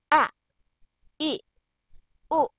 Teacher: Capital letters means emphasis. Glottal stop a, e, and u is pronounced fast with a sudden stop.